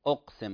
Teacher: القلقلة فوت القلقلة في أقسم، في قوله تعالى أقسم، فهذه قلقلة كما تعلمون صغرى